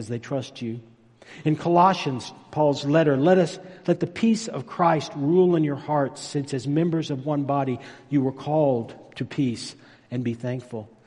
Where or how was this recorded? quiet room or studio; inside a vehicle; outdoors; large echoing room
large echoing room